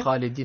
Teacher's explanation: الخاء مفخم لأنه حرف من حروف الاستعلاء